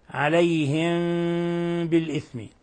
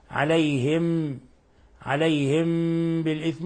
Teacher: تظاهرون عليهم بالإثم، لاحظوا إخواني هذا مثال للإخفاء الشفوي، عليهم بالإثم، تظاهرون عليهم، ولاحظوا كيف تركت فرجة يسيرة بين الشفتين مع غنة من الخيشوم · Shown in: first take